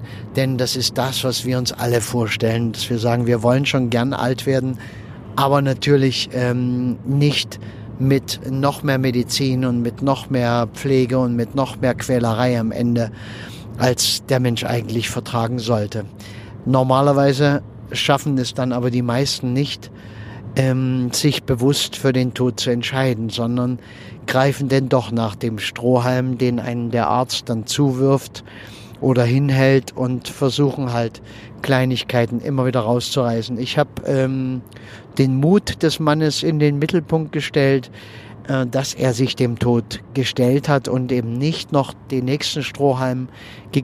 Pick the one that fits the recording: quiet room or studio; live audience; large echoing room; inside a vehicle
inside a vehicle